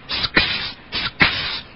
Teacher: Just a straight shot from the S into the ks.